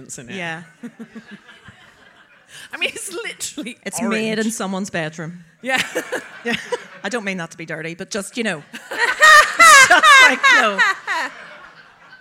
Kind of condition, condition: setting, live audience